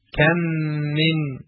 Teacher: میم ساکن تنها نزد حرف میم ادغام می شود و چون این ادغام همراه با غنه است، به اندازه دو حرکت صوت از فضای بینی خارج می شود